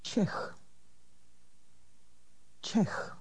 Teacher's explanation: This word ends with a kind of KH sound, as in the composer's name, Bach.